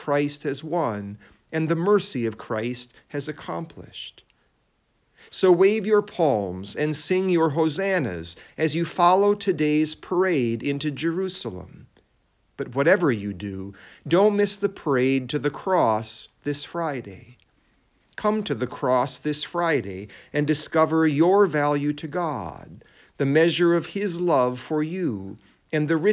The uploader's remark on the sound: It was preached at Saint John Lutheran Church in Sycamore, Illinois